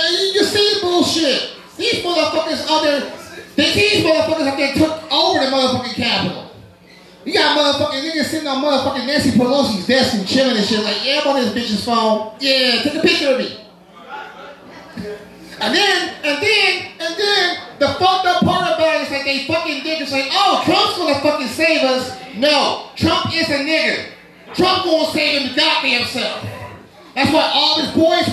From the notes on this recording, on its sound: Live From Most Hated:Unfinished Business Night 2 5/16/21